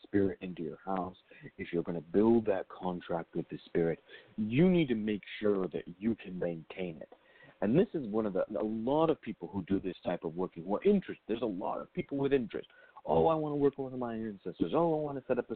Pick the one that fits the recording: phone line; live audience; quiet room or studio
phone line